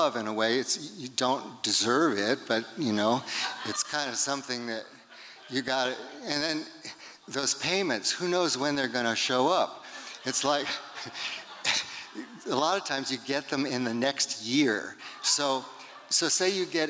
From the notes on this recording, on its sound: 2023 FPG-Liberty Theatre-Friday Night. Recorded at the Liberty Theatre on Friday, February 24th, 2023.